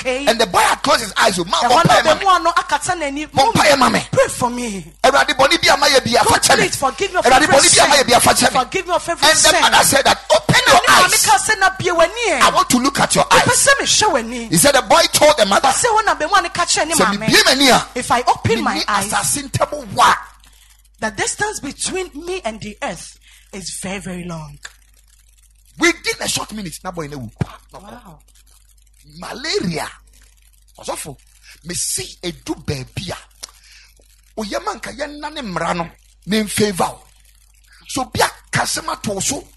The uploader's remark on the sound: Preached at the Ekklesia Chapel